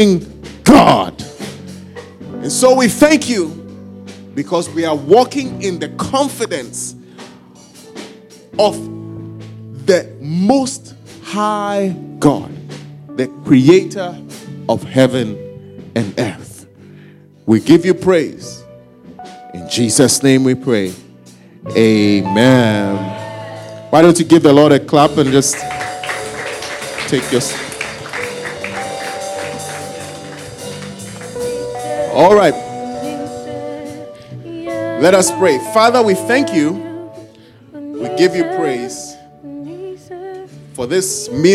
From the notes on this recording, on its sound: preached at our Faith Encounter Service